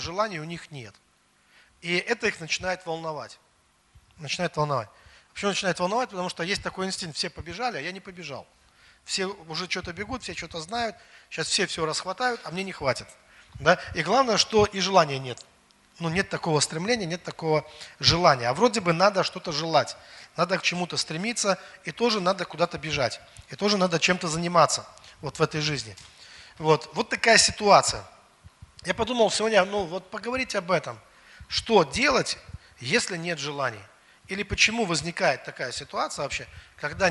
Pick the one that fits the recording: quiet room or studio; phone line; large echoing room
large echoing room